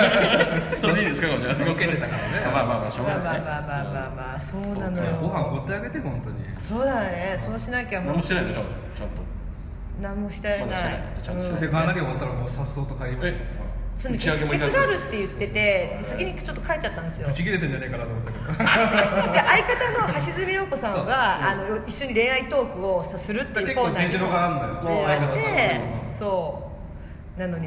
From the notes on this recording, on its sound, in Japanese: 八幡フェス vol.0 内で行われた当番組の公開収録。